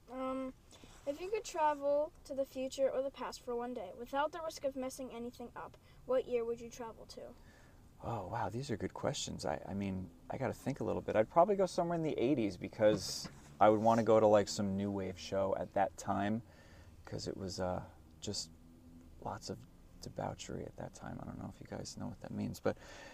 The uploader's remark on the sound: we hopped into their tour minivan outside a club in Baltimore and did a quick interview